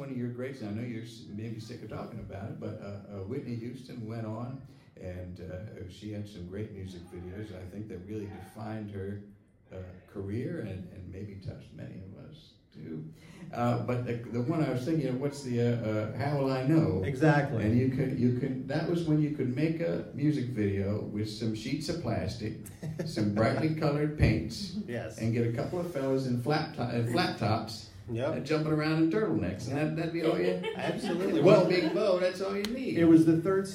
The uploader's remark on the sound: Taped live at the Brooklyn Lyceum